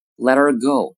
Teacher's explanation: 后面 h 的音呢就被前面的 t 给覆盖掉了